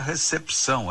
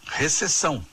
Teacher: Esse P de pato, diferentemente do que a gente diz no dia a dia, não é mudo, ele é lido, ele é pronunciado. · Shown in: first take